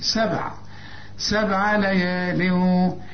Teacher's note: الباء هنا لازم تقلقلها